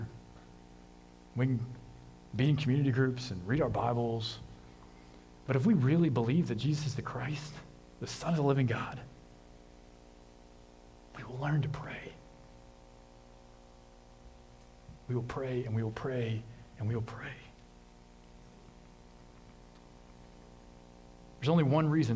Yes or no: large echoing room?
yes